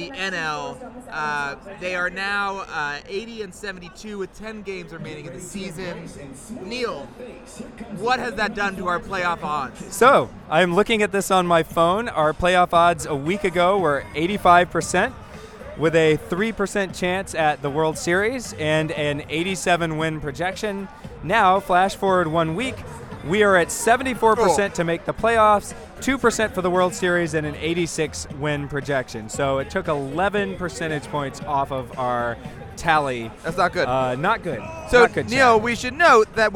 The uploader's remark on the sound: Live From Citi Field. We're coming to you from the most exciting Mets game of this roller coaster season.